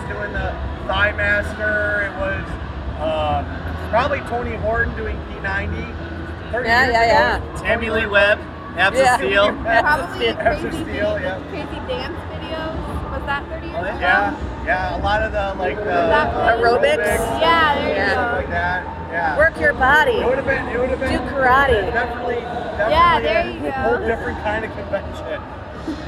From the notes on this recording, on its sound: The Undercard and Top Rope Review Live from the Arnold Classic